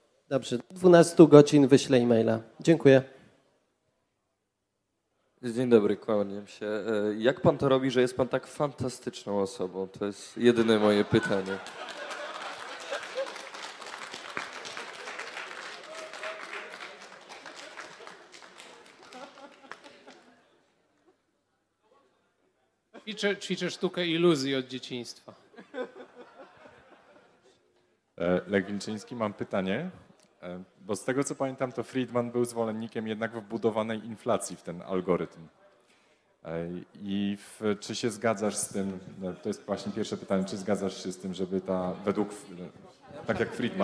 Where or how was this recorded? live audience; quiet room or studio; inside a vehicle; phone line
live audience